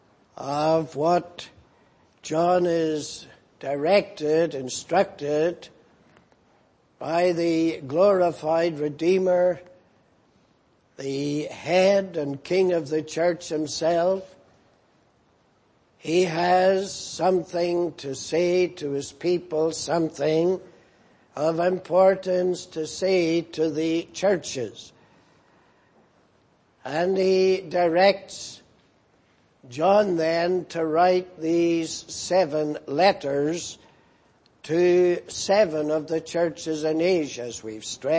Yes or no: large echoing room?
yes